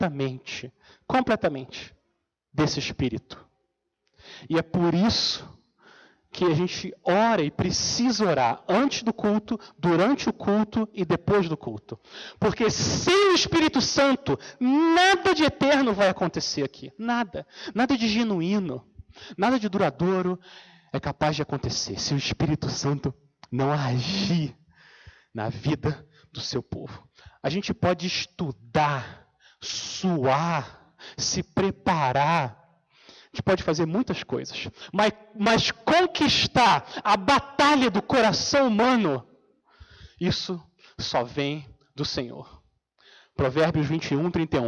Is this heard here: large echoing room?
yes